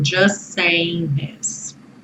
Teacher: Os dois S's viram um só, porque o T do just não está sendo pronunciado. Então, just saying this.